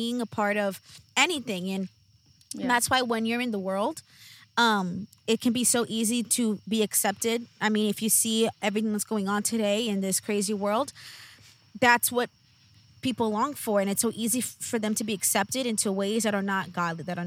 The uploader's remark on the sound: sit outside in their makeshift table